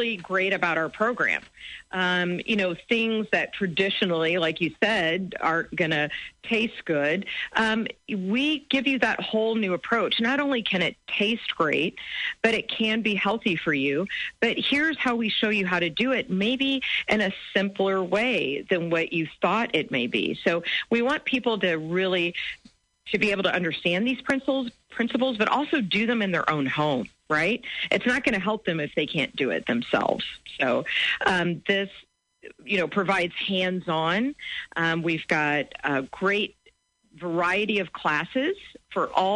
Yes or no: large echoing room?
no